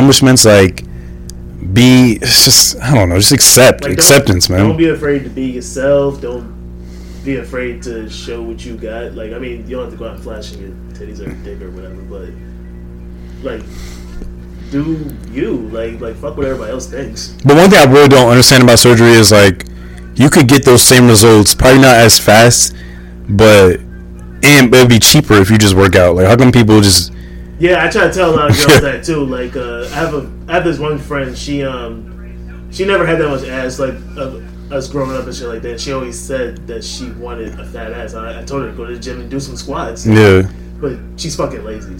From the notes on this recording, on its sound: Excuse the audio issues.